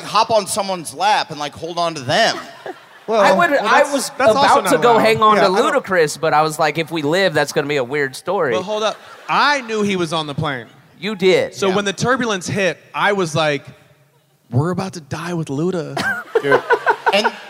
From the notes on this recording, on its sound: Live From Atlanta!